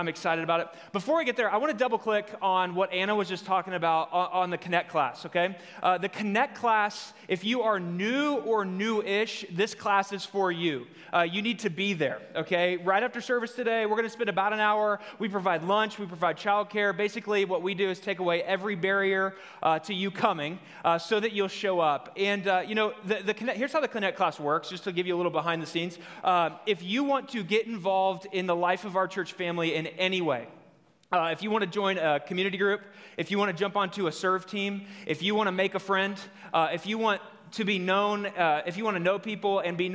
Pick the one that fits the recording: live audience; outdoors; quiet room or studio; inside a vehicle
live audience